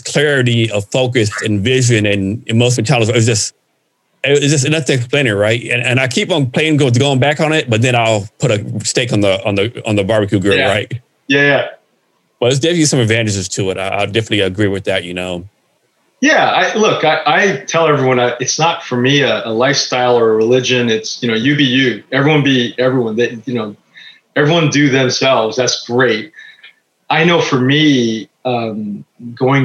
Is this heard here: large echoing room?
no